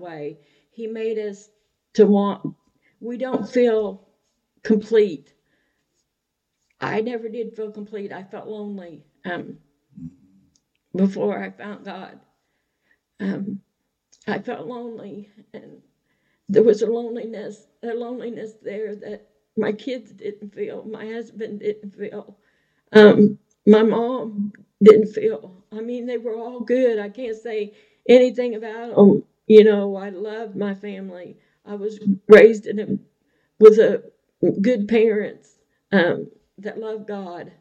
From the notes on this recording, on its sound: We're having technical difficulties.